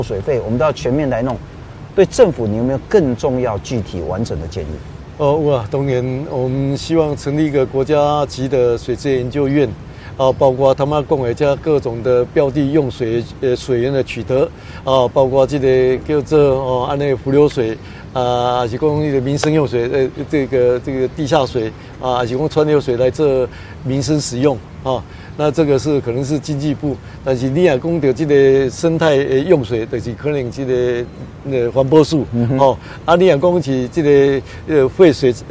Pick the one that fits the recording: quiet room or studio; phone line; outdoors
outdoors